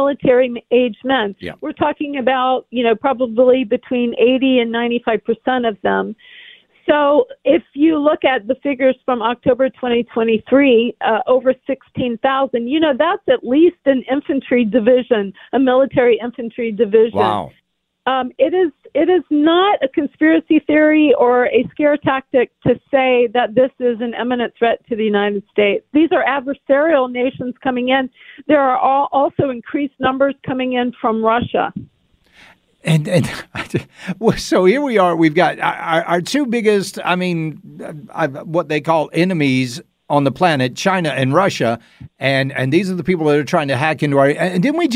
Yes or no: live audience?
no